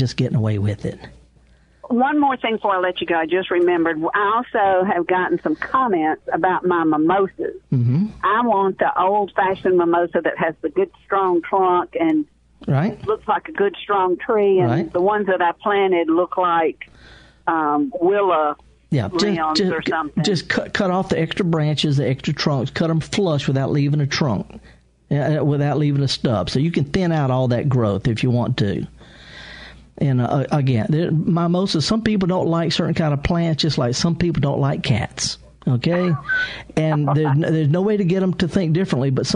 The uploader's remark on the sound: live in the studio taking your calls